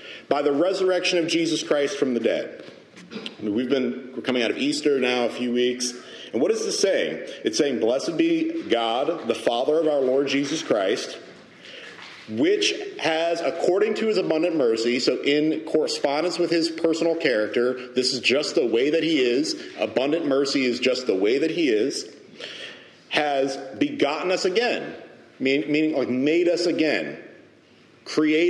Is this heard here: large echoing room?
yes